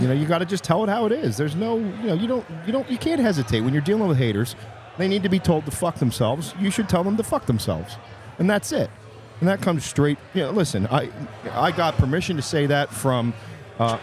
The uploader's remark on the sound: This episode was recorded live